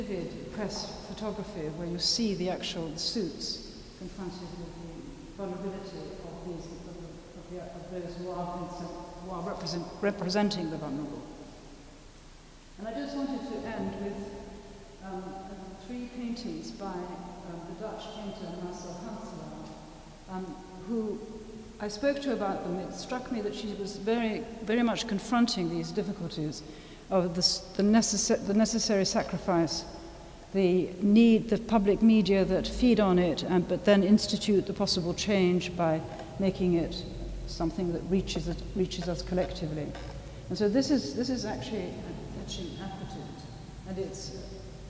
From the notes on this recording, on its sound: A talk given at the inaugural Wilding Festival at St George’s Bloomsbury, where Davison’s memorial service was held.